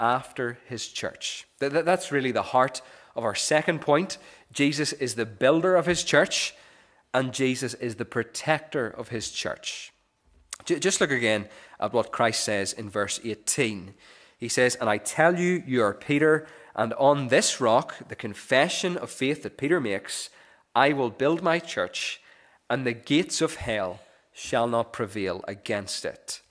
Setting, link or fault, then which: setting, large echoing room